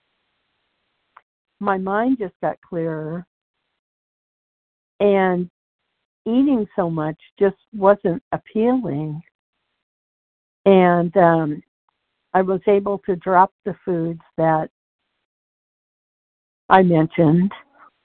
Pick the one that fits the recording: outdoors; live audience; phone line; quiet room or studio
phone line